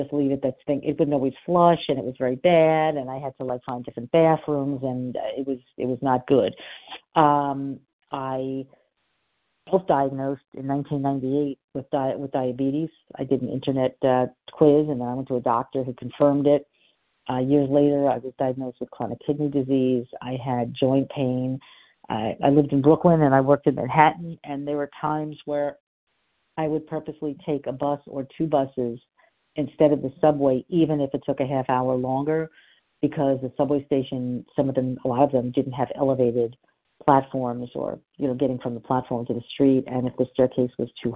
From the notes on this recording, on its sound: from the 100 Pounders Phone Meeting